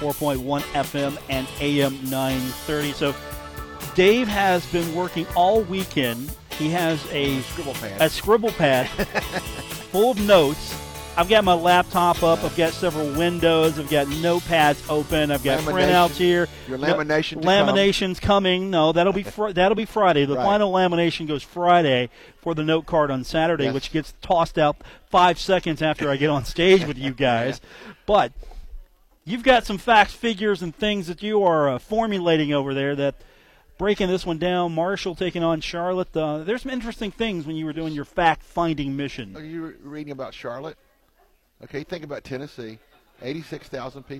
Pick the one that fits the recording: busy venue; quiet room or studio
busy venue